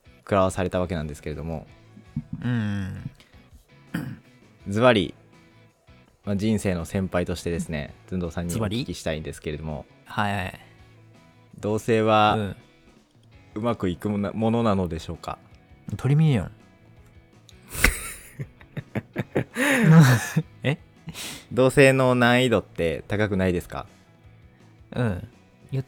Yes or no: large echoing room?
no